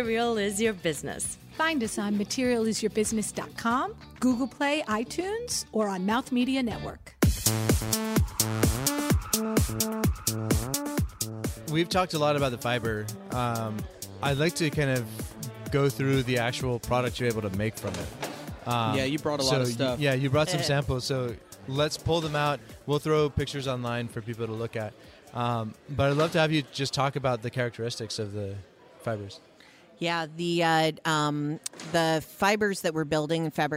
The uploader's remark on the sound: at the 2017 WEAR Conference in San Francisco